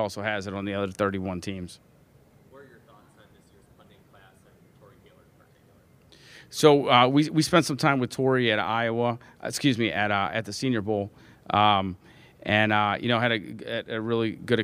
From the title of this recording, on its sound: LIVE from the NFL Combine